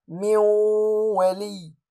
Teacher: نون ساكنة أمامها حرف الواو، إدغام ناقص بغنة مقدارها حركتان